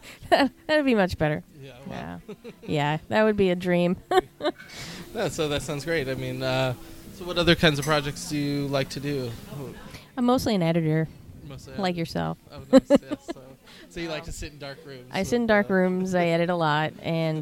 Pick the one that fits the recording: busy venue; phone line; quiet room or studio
busy venue